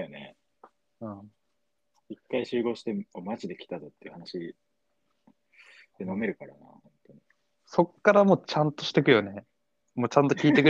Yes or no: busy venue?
no